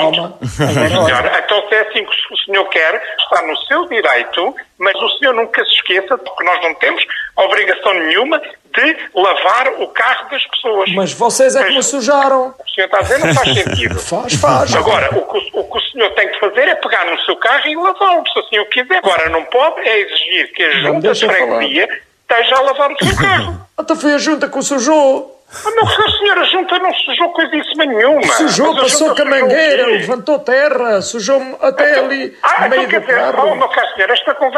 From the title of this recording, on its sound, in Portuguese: RFM - Telefonema